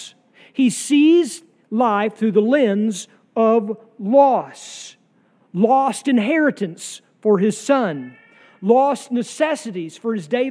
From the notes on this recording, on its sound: sermon from our worship service on July 9, 2023